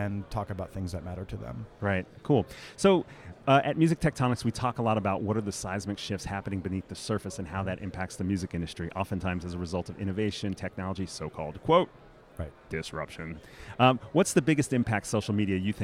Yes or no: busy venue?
yes